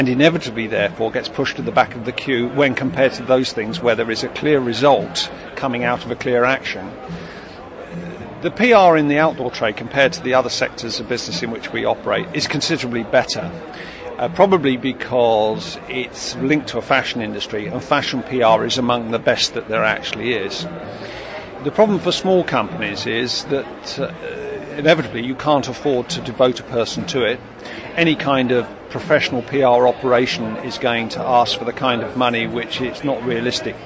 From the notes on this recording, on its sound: More interviews recorded at the 2006 Harrogate Trade Fair for the Outdoor Industry.